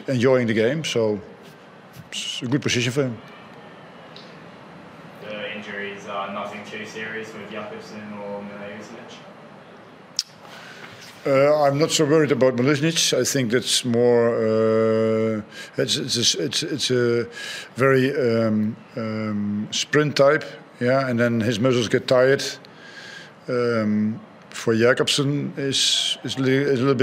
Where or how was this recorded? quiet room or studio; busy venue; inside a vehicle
busy venue